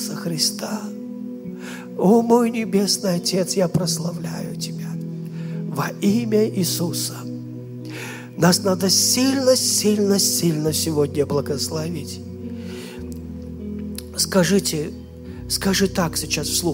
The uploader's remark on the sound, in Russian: Запись с молодежного служения Церкви Божьей города Ярославля.